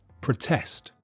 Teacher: in the verb, the first vowel sound is weak, pr, protest.